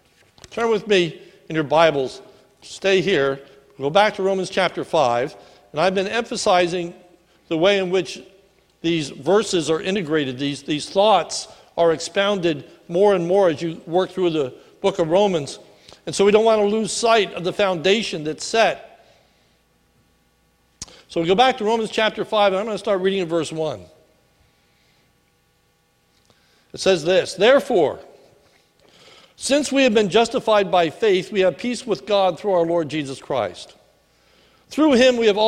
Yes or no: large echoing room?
yes